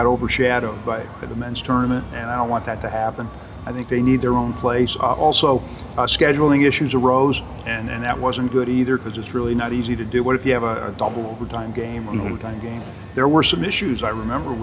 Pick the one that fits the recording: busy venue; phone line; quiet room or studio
busy venue